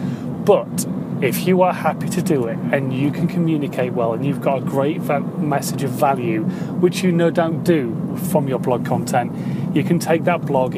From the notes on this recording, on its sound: In My Car